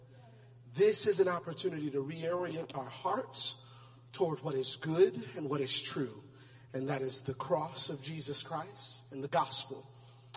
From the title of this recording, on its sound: Praise and Worship Service